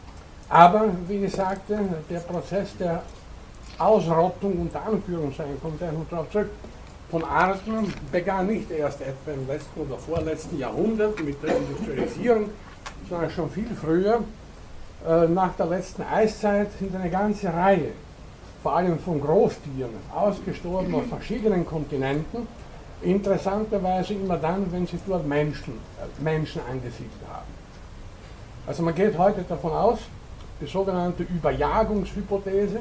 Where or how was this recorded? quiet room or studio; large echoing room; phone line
large echoing room